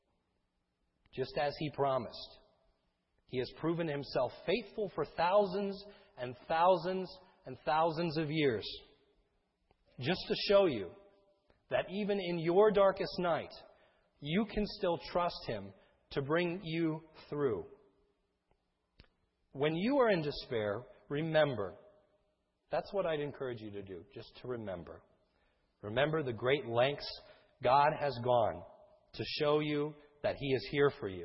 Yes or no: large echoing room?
yes